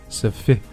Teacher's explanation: they find sufficient grounds toproceed，if they find 这个的读得很轻了。后面是 sufficient 这个词注意 s 它读得很轻哈 s 连过去，然后 f, 中间两个 f 只发一个就好了 fit，同时这是一个重读的音节哈，要读得稍微重一点 fitsufficient，然后 shent 啊，嘴巴还是略圆一些，最后一个特基本上在美音当中一般都不读的啊 sufficient OK sufficient grounds 中间还是一个双元音 ow 过去 to proceed 是一个长元音，然后后面 the